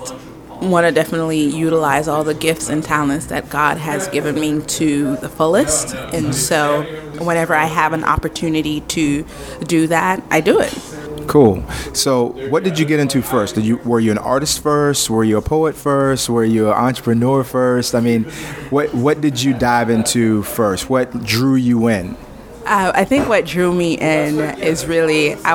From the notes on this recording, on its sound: Live on location at Harold's Coffee.